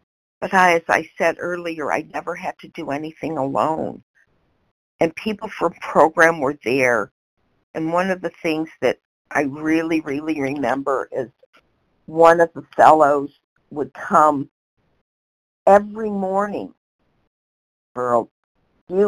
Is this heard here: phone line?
yes